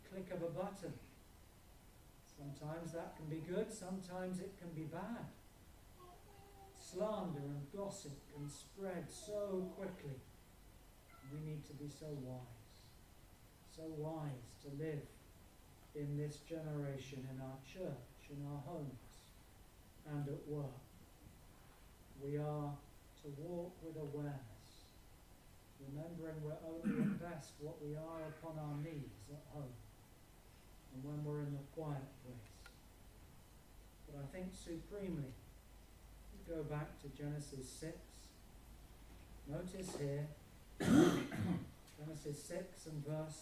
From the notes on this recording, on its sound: Apologies for reduced sound quality on this video.